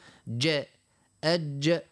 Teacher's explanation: حرف شديد والشدة هي انحباس الصوت والنفس معا يعني نقوله جاء أج ما نخلطوهاش بالدال يعني مش معناها تخلط بالدال تولي كأنك قلت د لا لا جاء يعني احنا بوسط اللسان اللسان يلزمه يمس في الحنك الاعلى باش يتسكر ذاك باش يعمل الصفة هذيك متاع الشدة.